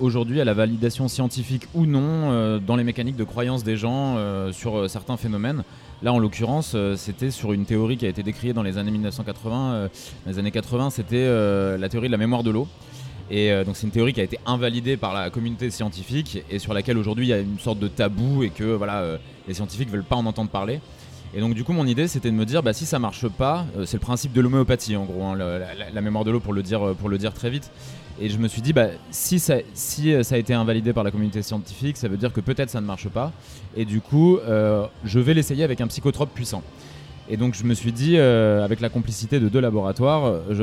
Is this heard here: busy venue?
yes